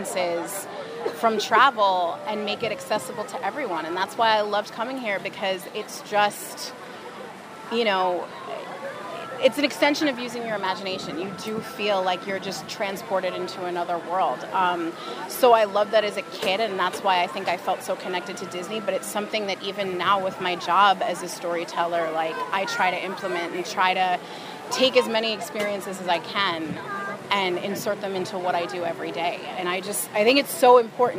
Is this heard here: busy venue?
yes